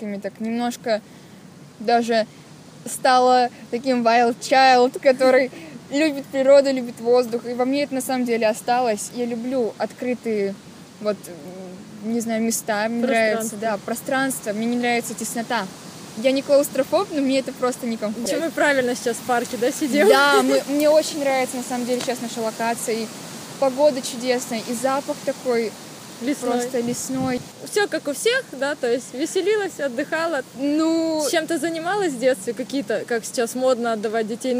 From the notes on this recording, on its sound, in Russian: Записанный совсем не на диване, а в солнечном парке! Звук стал более приятным, надеюсь перепады громкости больше не будут так резать уши.